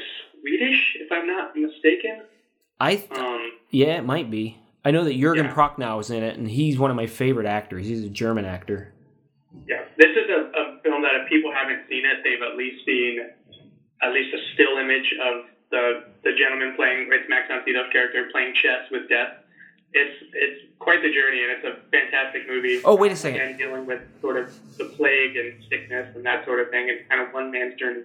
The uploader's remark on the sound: We worked out a way to still do a show despite our "shelter in place" order. The quality isn't the best as we hadn't planned on having to record this way, but it works!